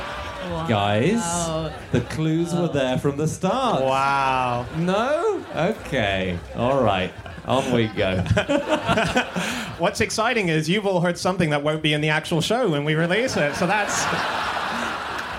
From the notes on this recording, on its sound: Live from the Wilderness Festival